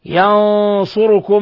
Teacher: نون ساكنة جاء بعدها الصاد الحكم التجويدي إخفاء حقيقي